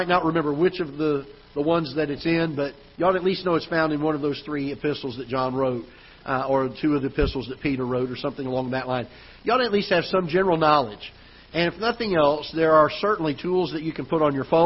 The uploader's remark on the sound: Ketha Heights Baptist Church ~ Live Broadcast